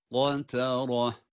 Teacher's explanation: Kaf kalın. Yine ra'da kalın.